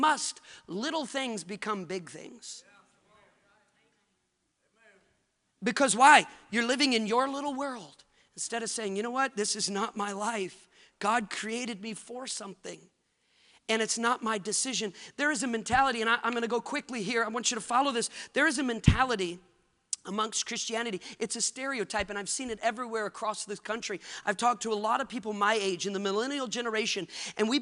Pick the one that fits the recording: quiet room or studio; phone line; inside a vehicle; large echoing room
large echoing room